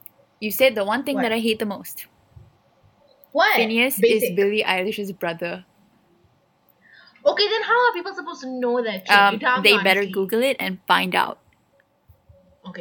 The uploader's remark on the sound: our not great audio